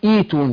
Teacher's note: هنبدل الهمزة الثانية حرف مد من جنس حركة الأولى، هبدأ بالأولى مكسورة